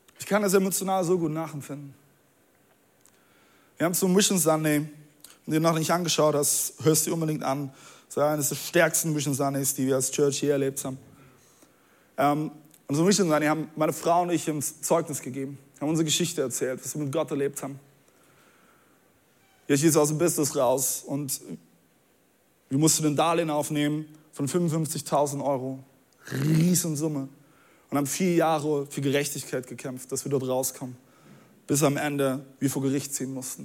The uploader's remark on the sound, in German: Audiomitschnitt der Predigt vom 19.